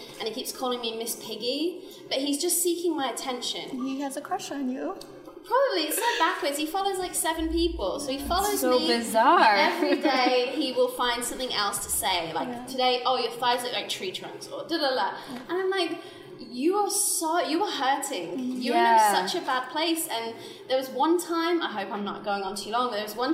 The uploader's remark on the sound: LIVE From The CF Clubhouse. Live in The CF Clubhouse in front of an audience of Style Gurus.